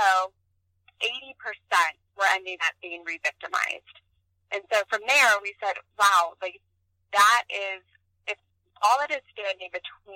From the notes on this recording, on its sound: This was recorded on the phone after a few other options were not working, and wasn’t the best audio recording